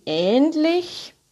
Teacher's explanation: offenes langes E wie ähnlich